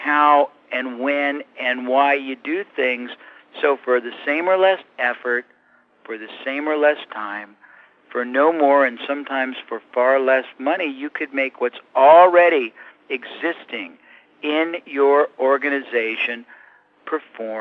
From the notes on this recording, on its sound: I managed to get a few minutes with him by phone